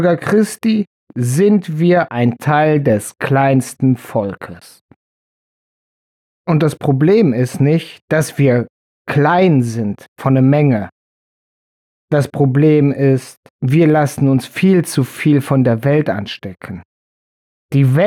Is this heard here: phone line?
no